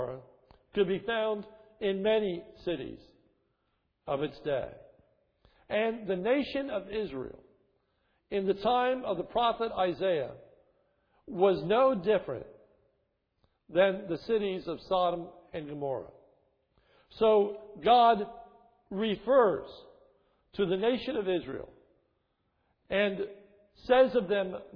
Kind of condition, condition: setting, large echoing room